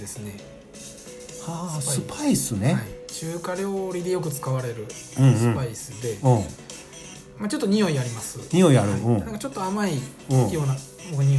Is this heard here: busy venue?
no